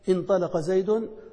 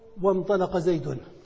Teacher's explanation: عرفنا أنها تثبت في البدء انطلق زيد، وتحذف في الوصل وانطلق زيد، فهي في الوصل تحذف في الصوت، لكن تكتب، لأن القاعدة أن الكلمة تكتب بحسب ما يبتدأ به، إلا إن سبقت بهمزة استفهام. · Term: همزة الوصل